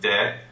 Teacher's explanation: Des in its normal form, you don't sound the S at the end of it. It's just des.